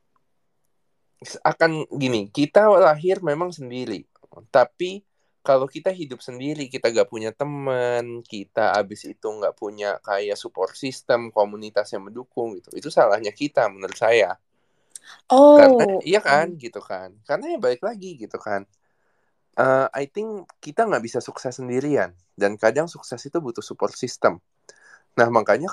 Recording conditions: video call